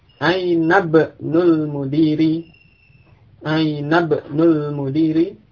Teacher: Di sini ibnu di tengah-tengah kalimat ya, ada kata lain yang mendahului, yakni aina, maka hamzahnya tidak diucapkan.